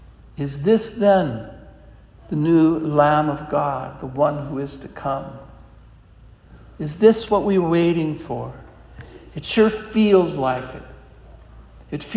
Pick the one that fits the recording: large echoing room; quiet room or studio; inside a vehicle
large echoing room